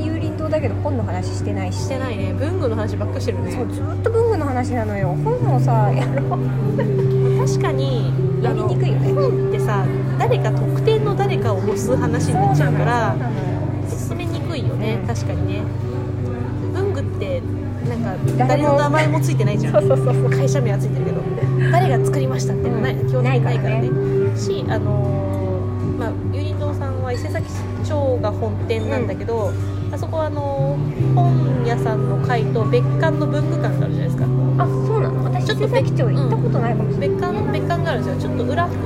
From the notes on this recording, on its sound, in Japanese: 収録日当日は、34度越えの真夏日の中、渋谷某所でアフタヌーンティーをしていたんですが…いやぁ、暑かったねぇ…。